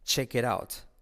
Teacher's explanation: La T final casi no se pronuncia.